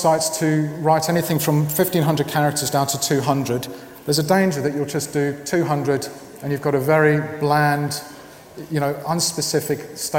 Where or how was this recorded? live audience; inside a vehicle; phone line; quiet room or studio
live audience